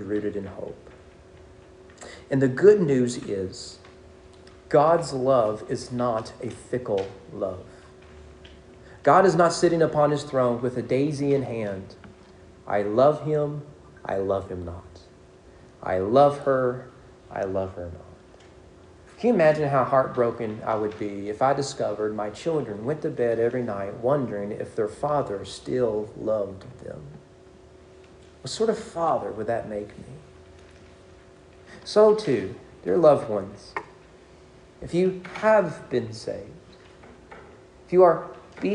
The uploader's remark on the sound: Sermon preached at East Frankfort Baptist Church on June 4, 2023 during morning worship.